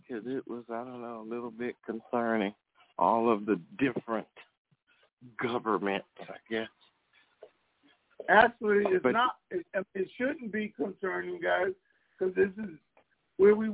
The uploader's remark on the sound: TNTSuperfantastic Conference Call.